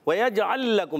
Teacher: پھر لام کو لام سے ملانا ہے، ادغام مثلین ہوتا ہے